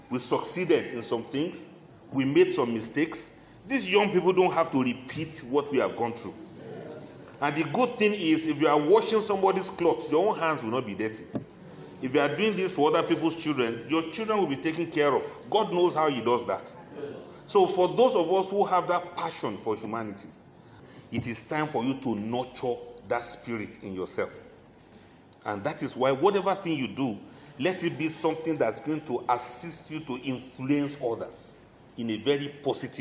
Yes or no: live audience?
yes